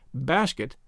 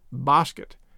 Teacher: all America shortened the A and paid no attention to his English broadening of it